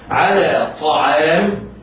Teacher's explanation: العين مرققة ويحترز من تفخيمها